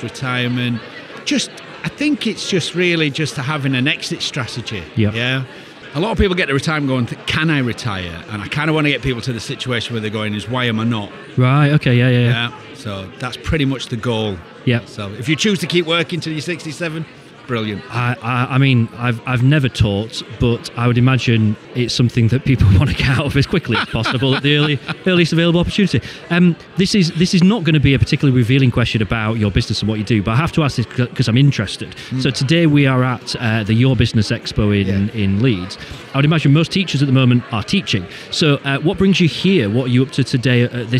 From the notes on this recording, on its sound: Recorded at YORBusiness Expo in Leeds in March 2023.